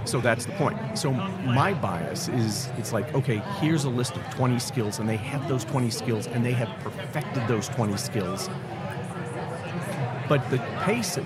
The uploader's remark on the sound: live from the Greenhouse booth at HR Tech in Vegas